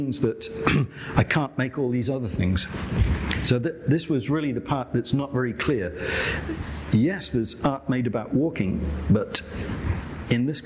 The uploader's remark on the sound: Recorded live at the Hirshhorn Museum and Sculpture Garden.